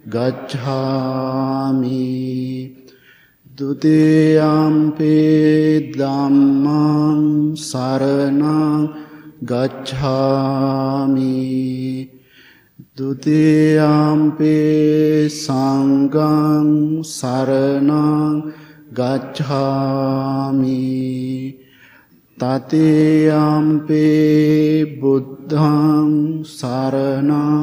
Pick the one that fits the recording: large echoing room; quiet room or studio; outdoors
large echoing room